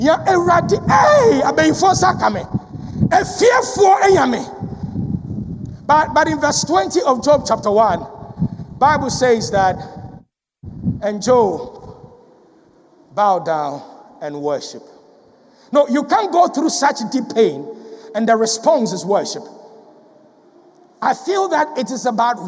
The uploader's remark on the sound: Sermon preached at CBC Shiashie Campus.